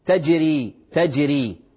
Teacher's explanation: كذلك كلمة تجري، الراء في كلمة تجري مرققة مكسورة، لأنها ماذا؟ لأنها مكسورة